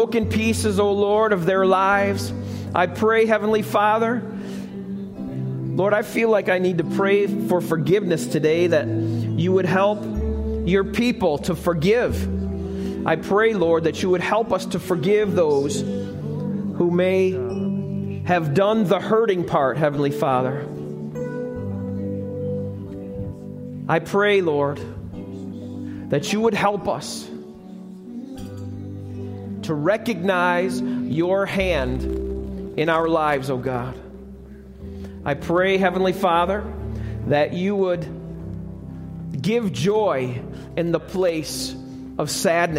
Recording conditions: large echoing room